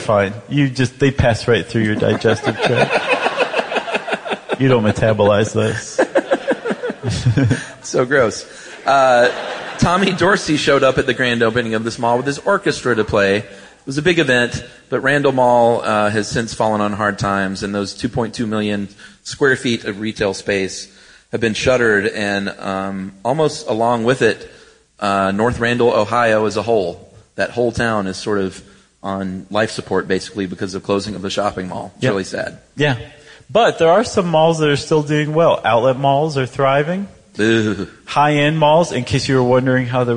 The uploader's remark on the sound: Live from San Francisco. In this show recorded live on January 5, 2017 at San Francisco’s Castro Theatre.